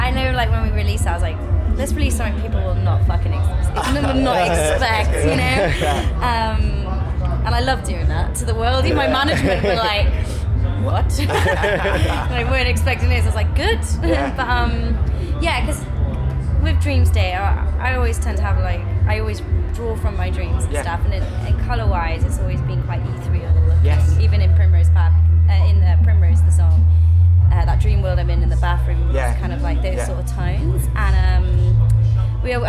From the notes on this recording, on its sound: at Leeds Festival 2019 before their set on the 'Lock Up' stage